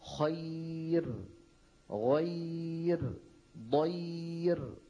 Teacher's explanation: كل هذه الأمثلة راؤها مرققة لأن الراء ساكنة وقبلها ياء ساكنة